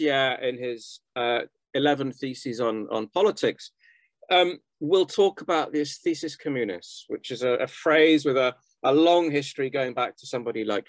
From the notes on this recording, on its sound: The seminar took place over Zoom